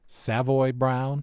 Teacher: he said it was Savoy Brown, accent on the first syllable